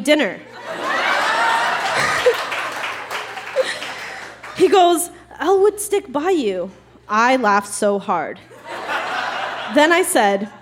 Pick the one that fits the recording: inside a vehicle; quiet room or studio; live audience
live audience